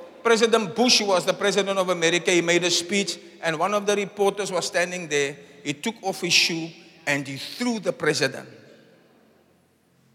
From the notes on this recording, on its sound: Preached at the Zion sanctuary, Cape Town on the 23 April 2023.